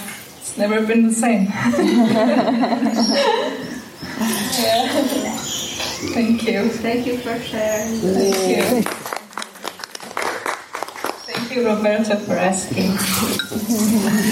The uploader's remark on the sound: This session was recorded during a weekend retreat at the Sitio Gloria retreat center outside of Sāo Paulo, Brazil, in the morning of December 1, 2019.